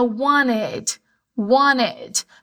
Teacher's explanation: Inclusive, a gente pode, às vezes, em algumas pronúncias nos Estados Unidos, quase que nem falar esse T, ficar wanted, wanted.